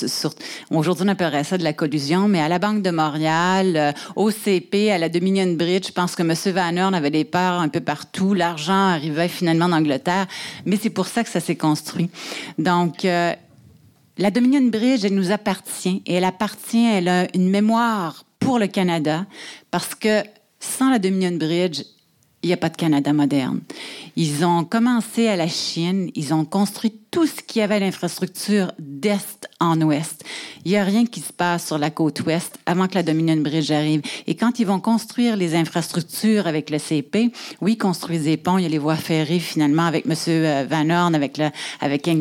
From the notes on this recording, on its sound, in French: La série Échanges urbains est enregistrée devant public au Musée McCord.